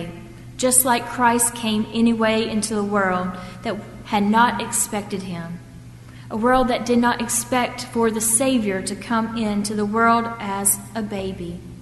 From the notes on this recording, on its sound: at First Presbyterian Church of Arlington Heights, Illinois, on Sunday, December 28, 2014.